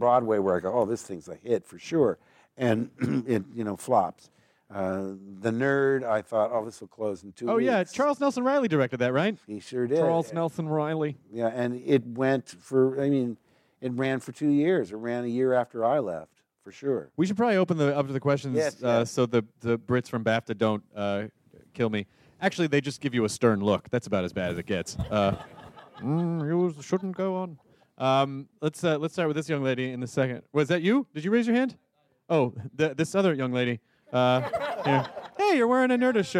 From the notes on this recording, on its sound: recorded this in front of a live audience